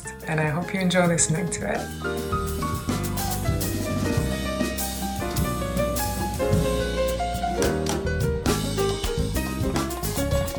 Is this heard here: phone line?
no